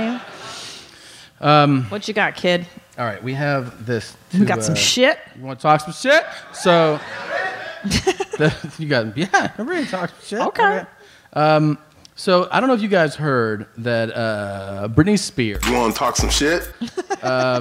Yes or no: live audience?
yes